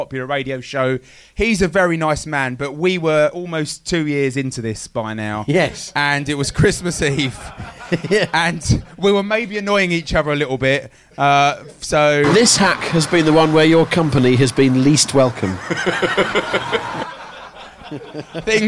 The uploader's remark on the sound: Recorded at The Bill Murray Comedy Club in London